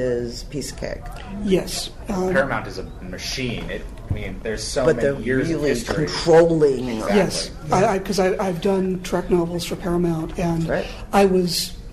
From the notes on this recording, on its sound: take the podcast to a recent panel at TimeGate con in Atlanta